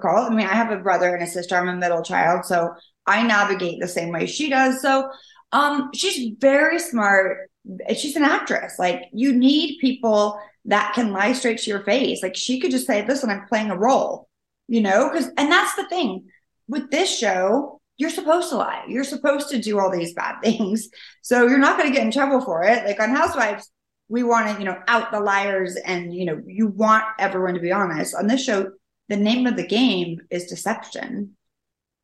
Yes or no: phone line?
no